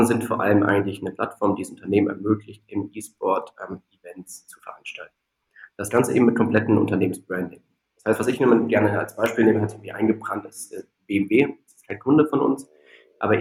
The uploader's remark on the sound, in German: daher ist die Aufnahme leider nicht von der besten Qualität